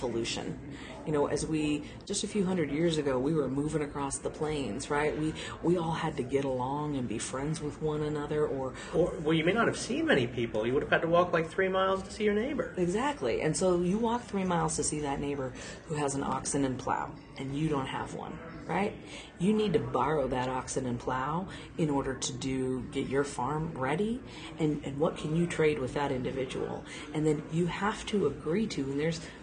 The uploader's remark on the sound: Once again, recorded in the hallway (and still very obviously between sessions at the event) at the OnBrand Conference in Omaha – a collaboration of the local AAF , AIGA , AMA , and PRSA chapters. This is the last of the podcasts recorded at OnBrand 2018.